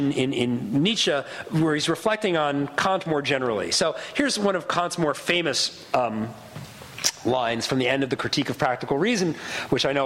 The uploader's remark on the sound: Recording of a lecture delivered on November 11, 2011. As part of the Formal Lecture Series.